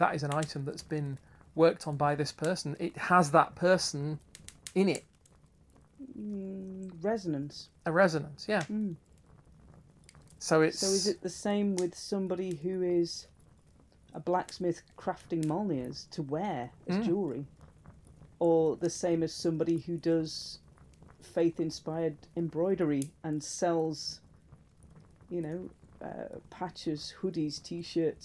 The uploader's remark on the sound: Background fire ambience